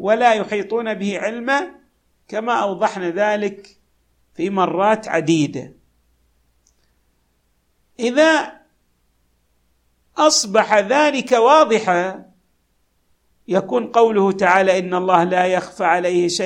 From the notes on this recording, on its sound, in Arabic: تسجيلات جامع الامام علي عليه السلام الأحساء المبرز